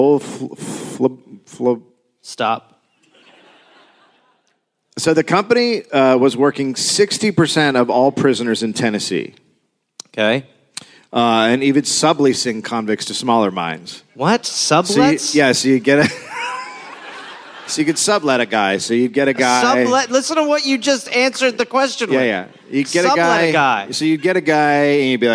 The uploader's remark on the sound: Recorded live in Nashville.